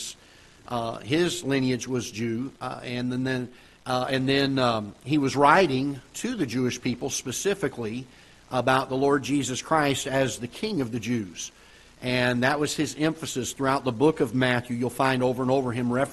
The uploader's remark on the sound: Ketha Heights Baptist Church ~ Live Broadcast